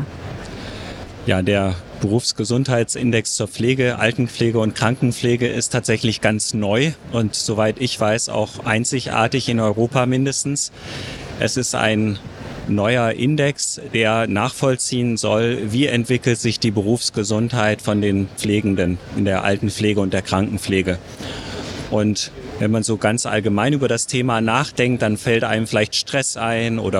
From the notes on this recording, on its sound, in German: Live vom Deutschen Pflegetag 2022 (Erster Tag).